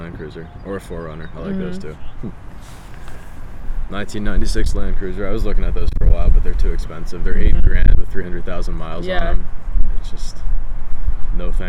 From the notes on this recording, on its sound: Yes it was windy, there are some funny sounds. There was a technical error.